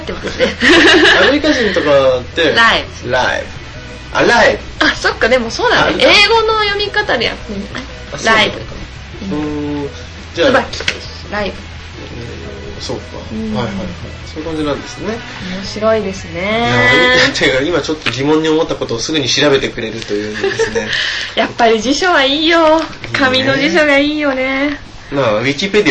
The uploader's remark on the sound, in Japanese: USTREAMの規約変更に伴い日常改善TVのアーカイブが削除されてしまうことになりました。このPodcastで日常改善TVの一部を移植し紹介することとしました。音声が汚かったりとアナログ感があるのですがそこは目をつぶってください。